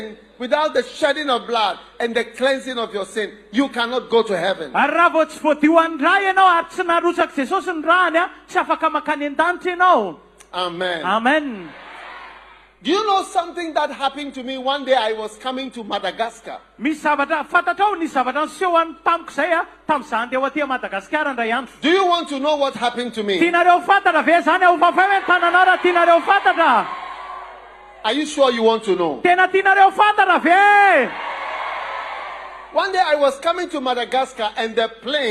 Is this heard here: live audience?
yes